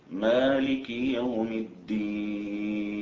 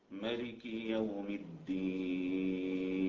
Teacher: الكسائي وعاصم يقرآن بإثبات الألف مالك يوم الدين، أما بقية السبعة فيقرؤونها بالقصر ملك يوم الدين